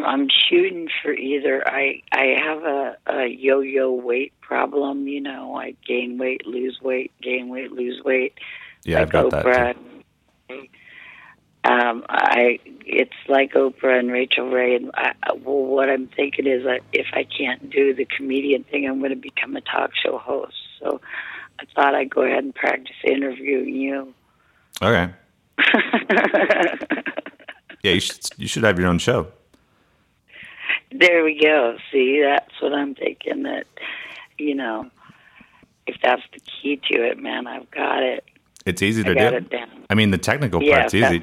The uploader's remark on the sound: Our first ever call-in episode.